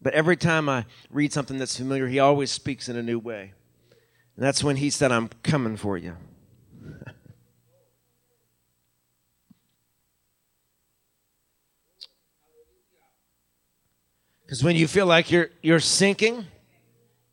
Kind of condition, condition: setting, large echoing room